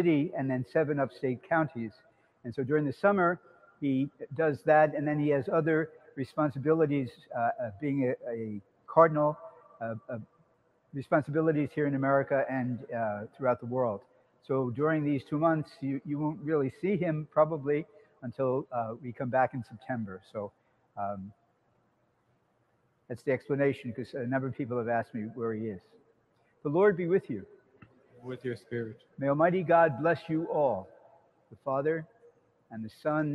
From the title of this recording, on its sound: SAINT PATRICK'S CATHEDRAL Sunday Mass - August 2nd 2020